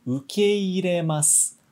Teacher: Você reparou que quando a gente escreve no alfabeto romano, no nosso alfabeto, a gente escreve U-K-E-I. Tem esse E-I, mas ele não é de prolongamento. Não vai ficar ukeiremasu.